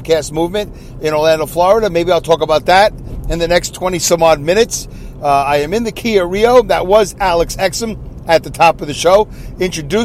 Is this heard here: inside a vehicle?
yes